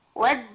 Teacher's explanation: بس الالف هنا بنمده ستة. ماشي